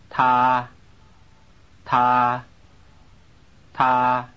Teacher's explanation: It begins with an aspirated T.